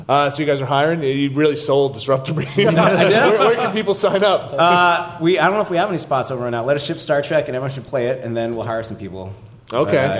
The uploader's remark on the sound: We're live at PAX Prime 2015